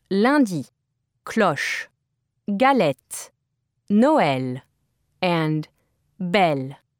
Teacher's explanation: The L sound in French is called a lateral L because the sides of the tongue come into contact with the upper teeth along the sides of the mouth. The tip of the tongue touches the roof of the mouth and remains toward the front of the mouth when pronouncing words.